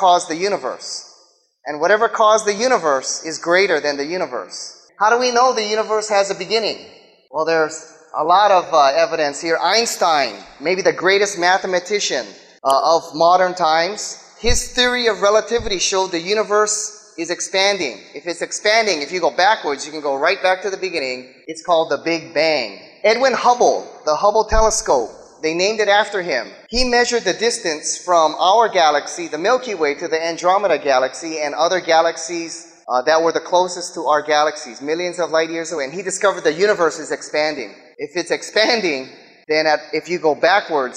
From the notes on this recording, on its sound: speaks in front of a live audience